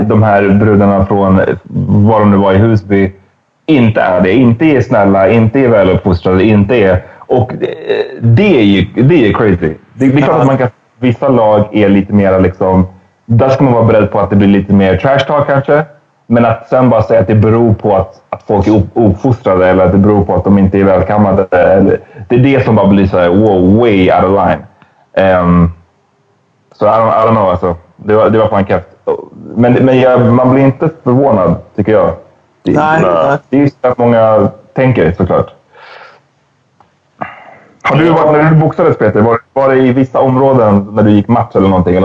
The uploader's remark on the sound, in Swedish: Snart är vi tillbaka med bra ljud!